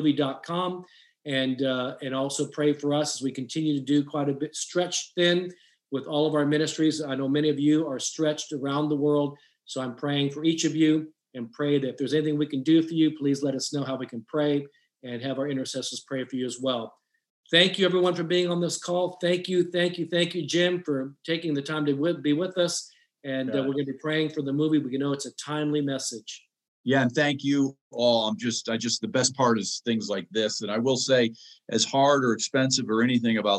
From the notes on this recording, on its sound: special Transforming Leadership Zoom call